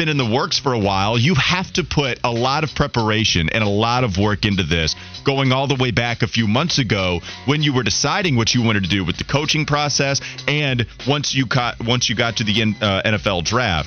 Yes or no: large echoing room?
no